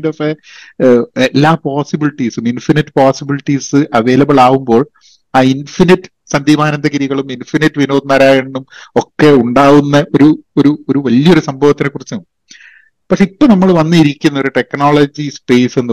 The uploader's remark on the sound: I had a long Zoom call